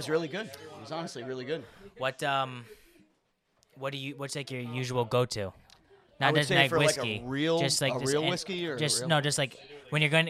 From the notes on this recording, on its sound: We are coming to you LIVE from the 2023 Gilbert St.